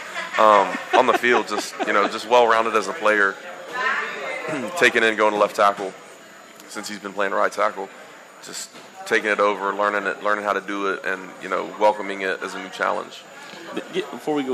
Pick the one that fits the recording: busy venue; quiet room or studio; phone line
busy venue